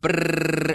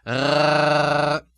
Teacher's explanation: make sure that in Scottish that the trill is coming from the tip of the tongue · Shown in: first take · brrr, and not from the uvula, rrr, as it does in German and some other languages and dialects. · Term: Scottish R